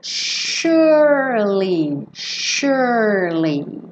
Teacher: esse S vai ter som de SH, sh, sh, sh. E como é do meio não é pronunciado, você enrola a língua no R, sure, e já vem com o li, surely, tá?